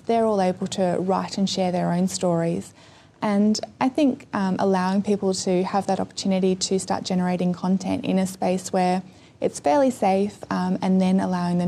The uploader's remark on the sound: This interview is taken from a live webstream at the ACT Digital Hub in Gungahlin Library back in 2014.